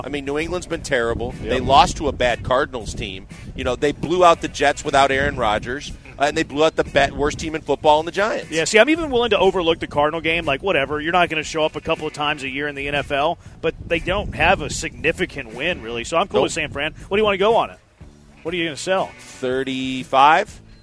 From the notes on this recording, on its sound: Live from East River 9